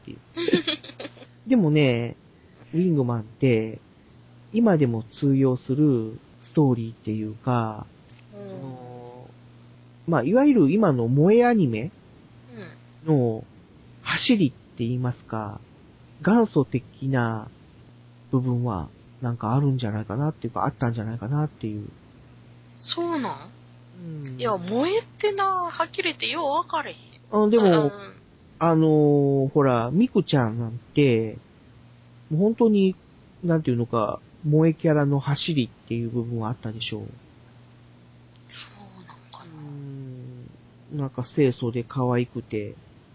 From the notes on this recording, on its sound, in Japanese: 今回は、収録した音声を編集し、仮BGMを付けるという作業をしてみました。もう少し音質を上げたかったんですが、Seesaaブログは最大２５Mまでしかデータをアップ出来ないみたいで、結局音質を落とさざるを得ませんでした。